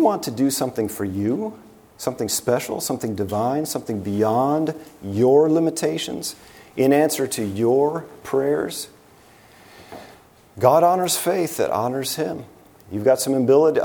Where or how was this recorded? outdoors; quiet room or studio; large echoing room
large echoing room